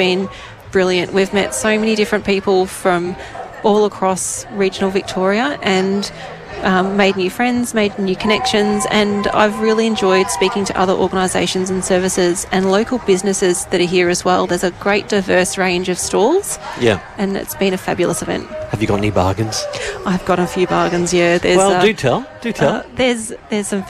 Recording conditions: outdoors